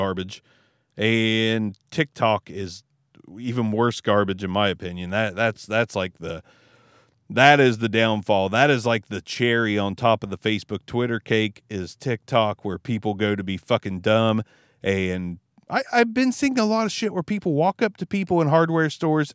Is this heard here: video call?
no